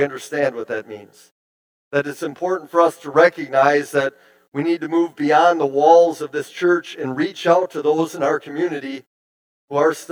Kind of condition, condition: setting, large echoing room